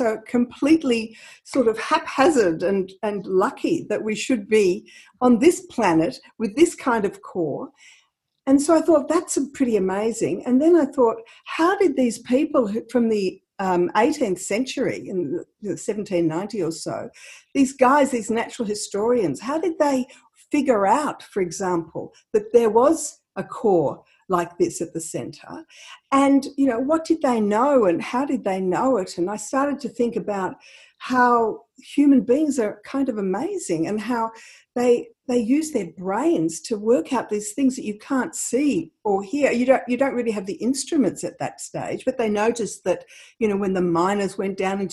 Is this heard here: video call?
yes